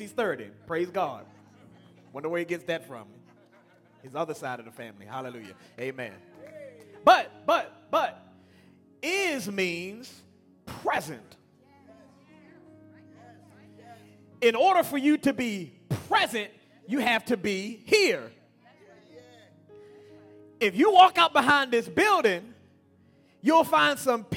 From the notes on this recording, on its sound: Broadcast Ministry of First Antioch Baptist Church